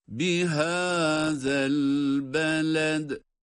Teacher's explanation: Haza kelimesinde peltek okunan zal var. Sonrasında da elbeled kelimesinde de dal harfi kalkale ile okunmakta.